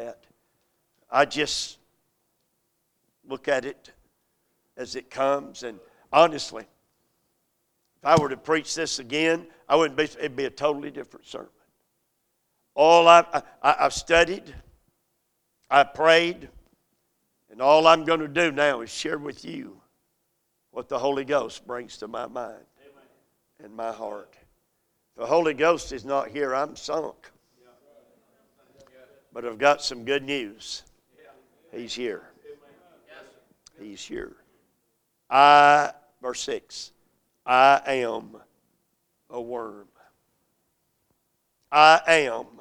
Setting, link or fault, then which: setting, large echoing room